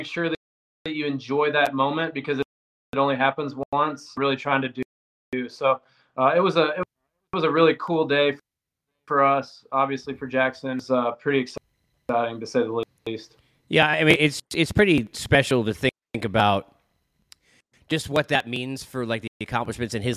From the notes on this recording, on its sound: APOLOGIES for the wifi issues